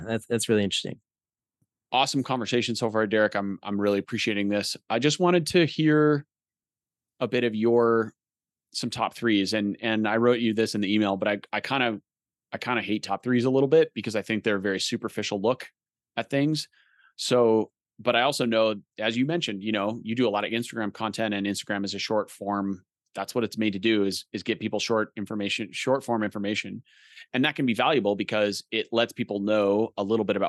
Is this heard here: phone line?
no